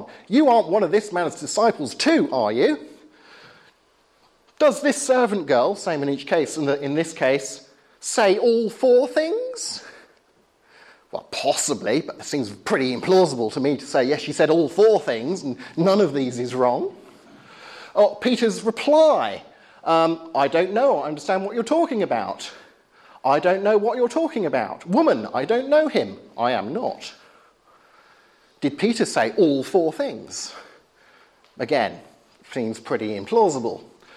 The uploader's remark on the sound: Talk of the spring 2011 course at Highfield Church, Southampton.